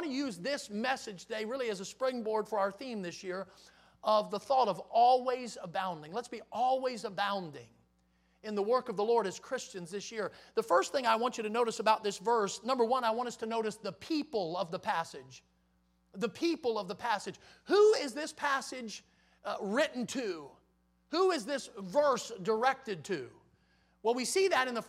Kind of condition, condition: setting, large echoing room